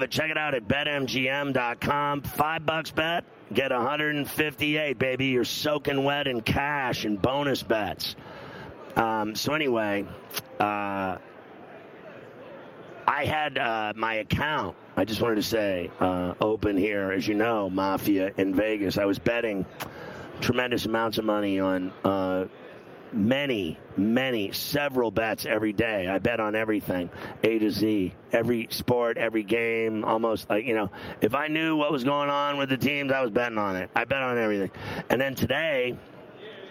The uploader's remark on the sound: Live From Radio Row in Las Vegas!